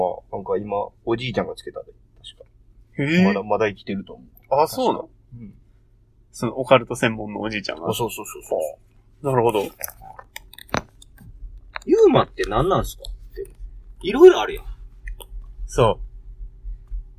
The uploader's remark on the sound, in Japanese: 今回車内録音のため音が籠っております。毎度毎度録音環境が安定しなくて申し訳御座いません。